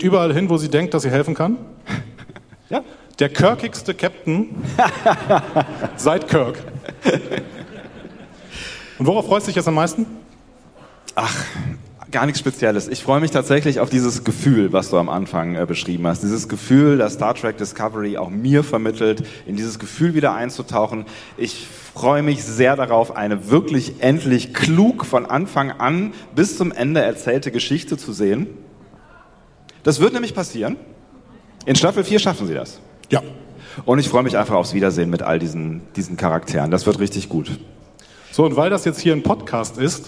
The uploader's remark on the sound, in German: Live von der Fedcon 29